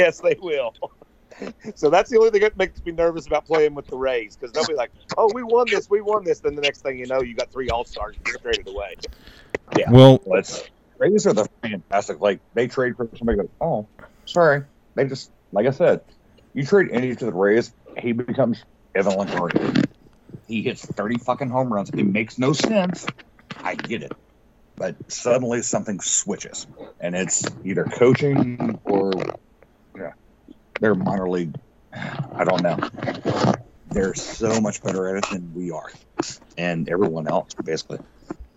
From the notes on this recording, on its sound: Audio and internet issues